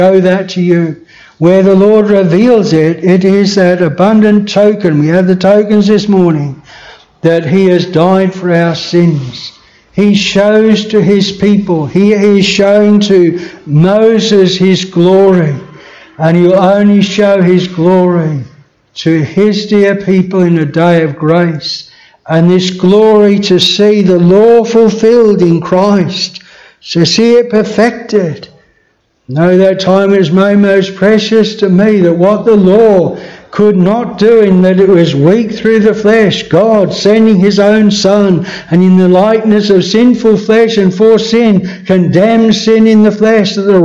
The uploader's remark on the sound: This sermon was preached at Bethel Chapel Luton.